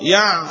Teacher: الجهر اللي فيه. إذن لولا الجهر الذي في العين لكانت حاء